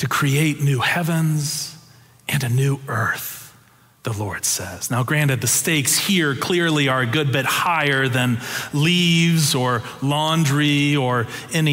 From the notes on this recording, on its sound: Preached on November 13, 2022 for our Sanctuary worship service